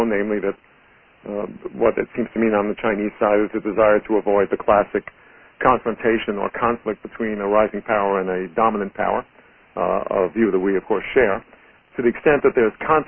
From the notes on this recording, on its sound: Conference call on June 13, 2013. In a National Committee on U.S.-China Relations conference call.